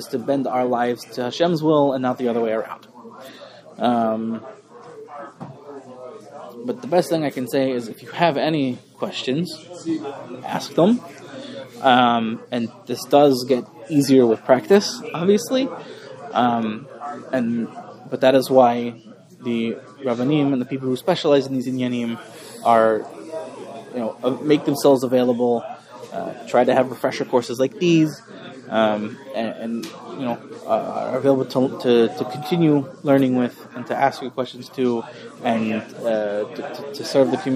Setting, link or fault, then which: setting, live audience